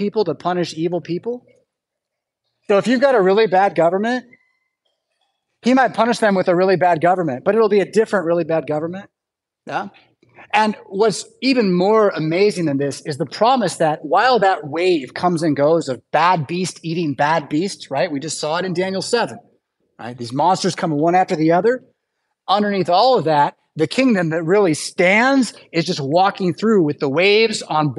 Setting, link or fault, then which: setting, large echoing room